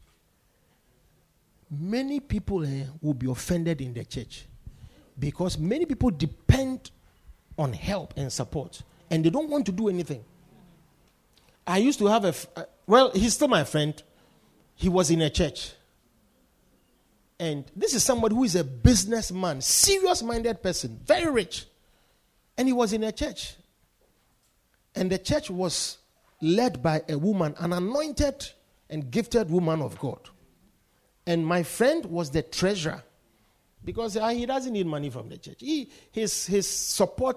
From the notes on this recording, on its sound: Preached at the Poimen Church-HQ.